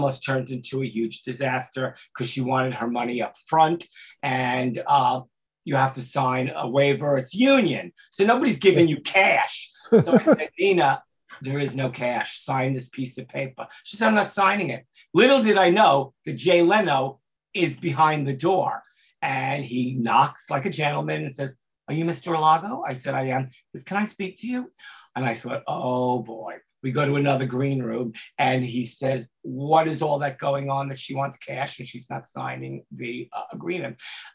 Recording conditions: video call